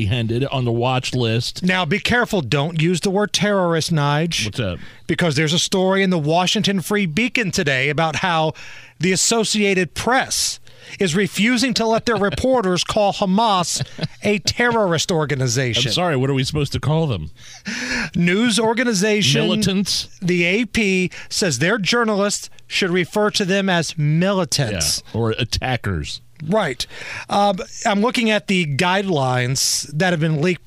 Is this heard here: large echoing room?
no